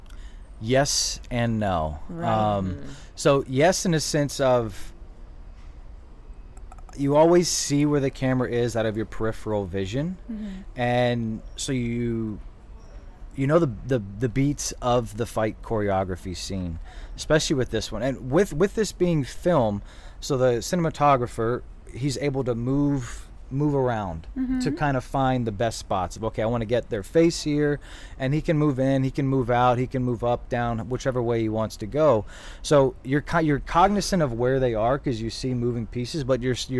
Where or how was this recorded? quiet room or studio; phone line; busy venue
busy venue